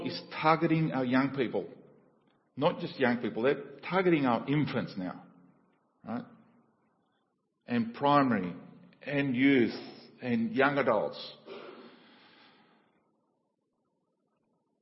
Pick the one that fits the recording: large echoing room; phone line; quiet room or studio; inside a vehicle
large echoing room